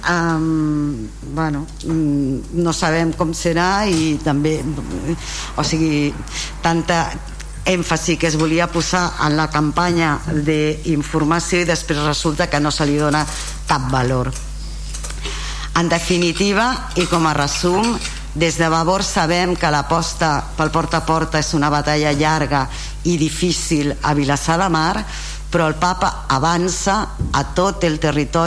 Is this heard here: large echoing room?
yes